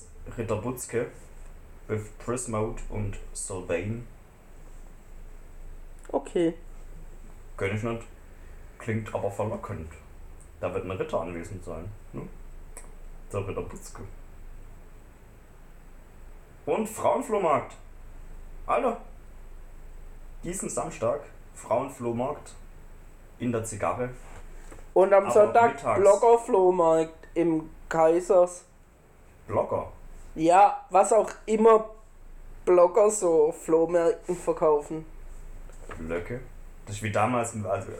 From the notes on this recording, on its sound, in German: Die Tonqualität musste dieses mal leider unter Corona leiden